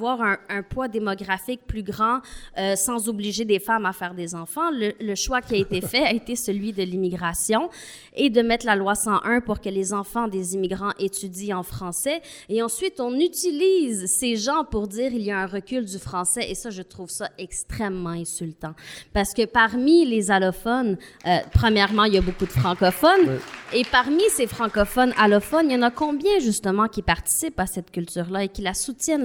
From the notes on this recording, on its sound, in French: Un épisode hors-série organisé par les OUI Québec enregistré devant public au Bain Mathieu.